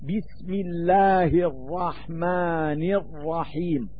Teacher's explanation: فإن سكون النون من كلمة الرحمن قد زال بسبب الوصل، وكذلك يزول سكون الميم من كلمة الرحيم إذا قلنا بسم الله الرحمن الرحيم الحمد لله، وكل ما يشبهه كذلك.